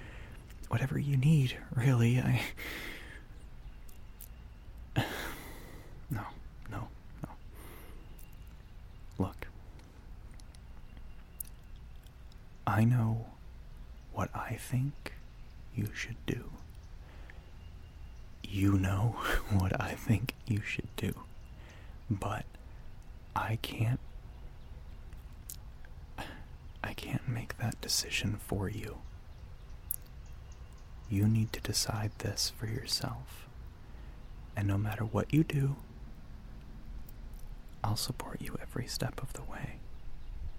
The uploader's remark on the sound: Outdoors